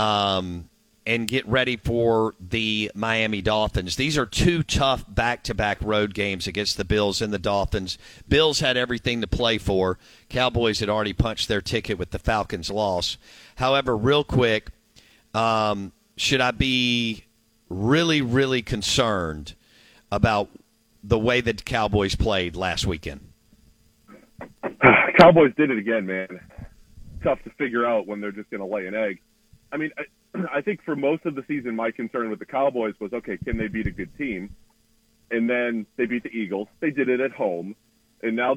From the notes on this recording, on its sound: Joins the show on the Farm Bureau guest line talking about the rest of the NFL season live in the BankPlus Studio.